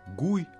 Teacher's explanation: Произносится в четвертом тоне